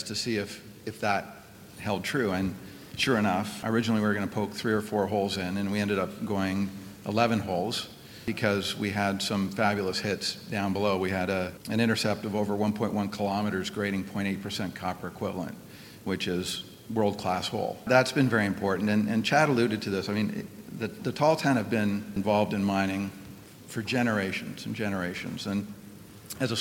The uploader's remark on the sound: This episode features the provincial mining panel discussion from The Northern Miner’s annual Canadian Mining Symposium held at Canada House in London, U.K.